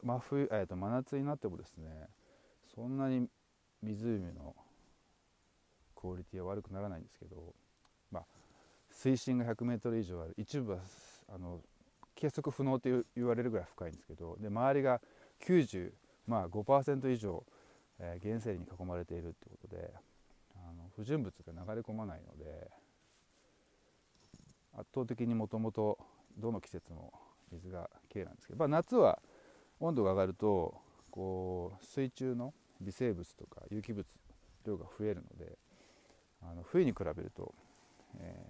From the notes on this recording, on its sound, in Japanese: 大地の音と湖畔ウォーク。原生林に囲まれた湖畔を歩きながらのドキュメンタリーモノローグ。